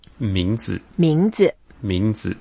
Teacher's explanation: here we pronounce it a bit light, like a neutral tone, but originally this is a fourth tone